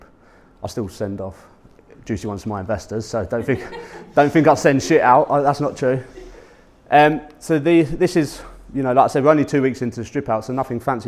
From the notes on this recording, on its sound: Public speaking event at PPN Humberside. My talk at PPN Humberside.